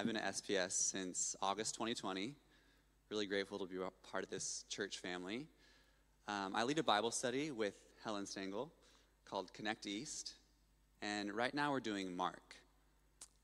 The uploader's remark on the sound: Streamed live at St Paul's Shadwell on Sunday, 15 October 2023